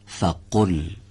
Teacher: فقل گفتیم صداش باید قطع بشه